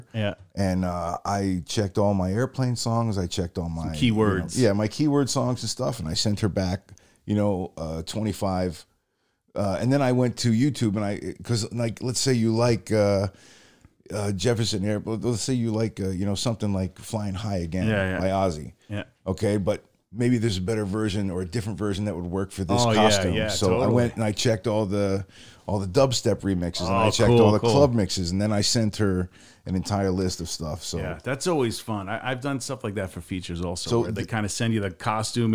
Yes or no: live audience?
no